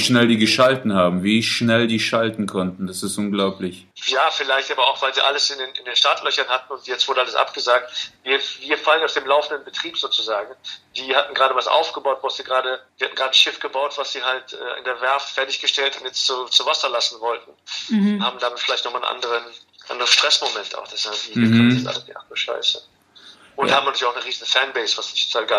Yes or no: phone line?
yes